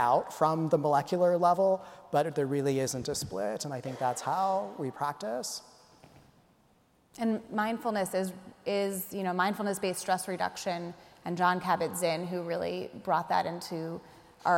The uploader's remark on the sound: speak to an audience of reunioning alumni